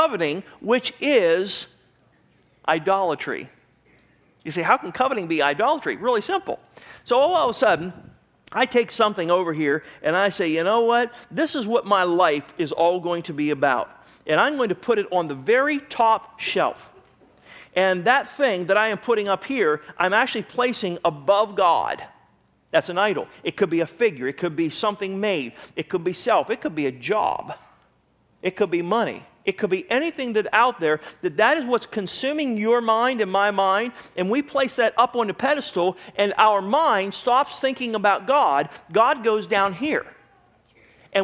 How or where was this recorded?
large echoing room